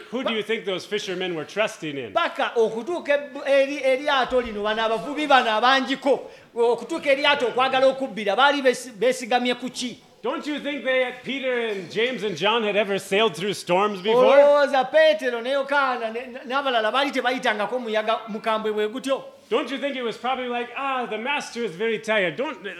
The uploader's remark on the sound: at Lubumba Community Church on Sunday, November 5 2023.